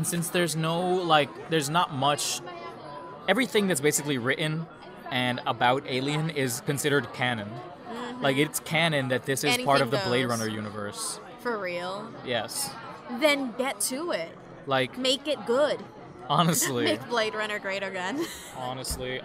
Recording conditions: busy venue